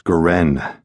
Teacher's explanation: That's Goren. The accent's on the last syllable